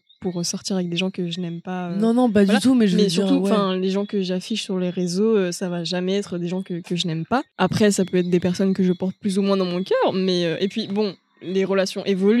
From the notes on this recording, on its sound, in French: On a totalement improvisé, on a pris les micros (en extérieur d'ailleurs, pardon pour les bruits de fond) et on a débité sans limite.